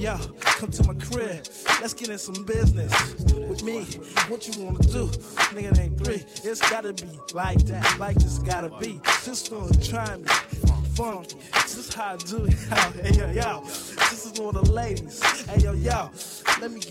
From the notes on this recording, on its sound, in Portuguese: O que rolou no live set da festa. Toquei a onda da festa, muito boombap e uns sons não tão badalados.